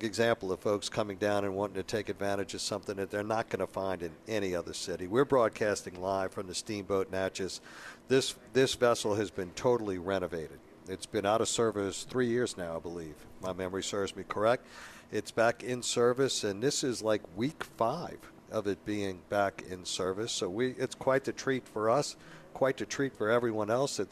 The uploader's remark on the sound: broadcasting live from along the Mississippi River on board the Steamboat Natchez